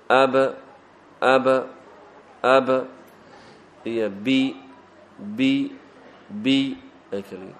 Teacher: saakina oo reeban laakiin waxay ku soo baxaysaa bitabaacud kala fogeyn waxaa kala fogaanaya labadii xubnood ama xubnaha nutqiga bas laakiin afku ma fogaana ma furmaayo furuuryahana ma soo gudmaayaan inkhifaadna ma le yacni xarako lama socoto xarako lama socoto aba · Term: qalqala